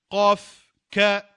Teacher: ce sont des lettres qui se prononcent et le son sort et provient du dessus de la gorge